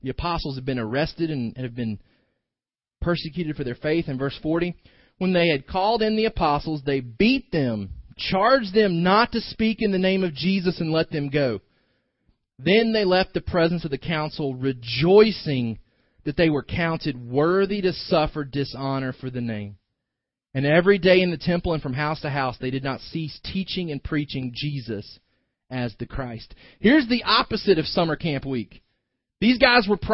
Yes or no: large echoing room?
yes